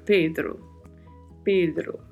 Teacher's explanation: pronúncia da letra E, né? Sempre bem fechada, Pedro. E a letra O também fechada, Pedro.